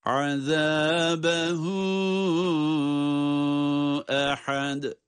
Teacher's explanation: Azabehu dedikten sonra ehad tatlı bir ses vurgusuyla ve sondaki dal harfini de ince ve kalkale ile okuyoruz.